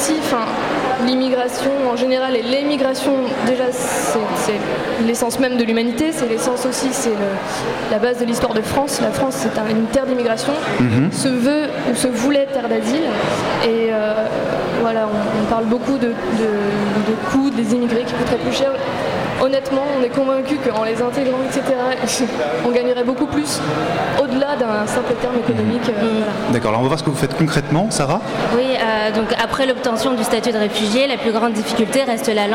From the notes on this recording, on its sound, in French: A l'occasion de la Nuit des Etudiants du Monde (NEM), la Matinale est en direct de l'Hotel de Ville de Paris.